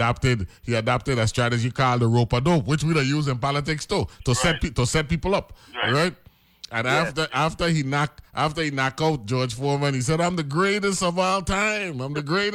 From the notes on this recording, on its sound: joined on the phone